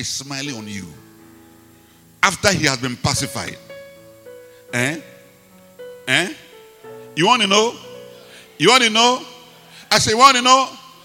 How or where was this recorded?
large echoing room